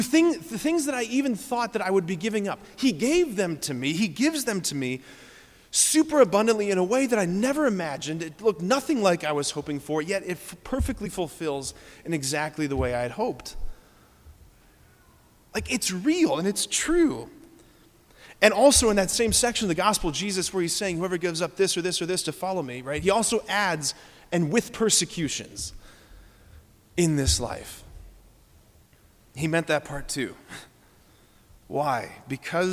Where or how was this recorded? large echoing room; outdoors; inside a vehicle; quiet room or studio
large echoing room